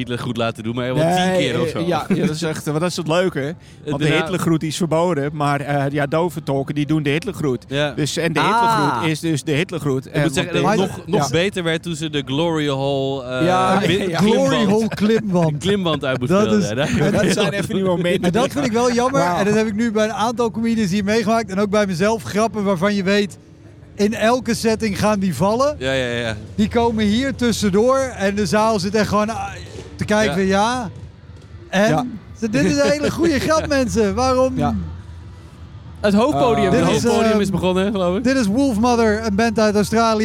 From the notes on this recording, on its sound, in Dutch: Een bijzondere aflevering, opgenomen in de backstage van de Zwarte Cross 2023 met de comedians die speelden in De Schaterbar.